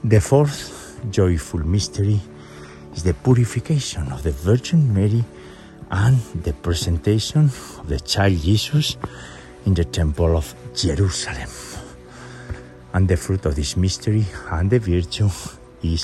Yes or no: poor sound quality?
no